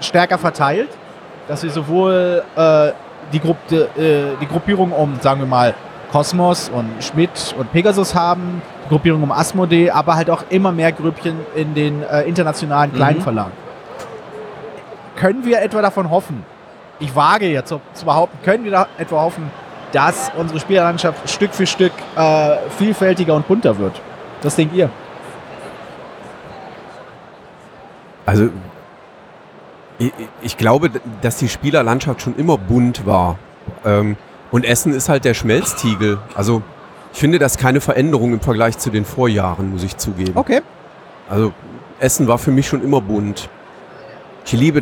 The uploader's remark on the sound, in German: Live am Donnerstag von der Spiel 2019